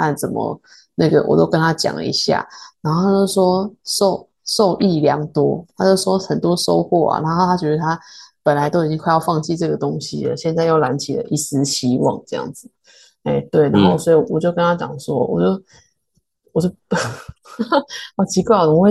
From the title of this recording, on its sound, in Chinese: 第一次遠端錄音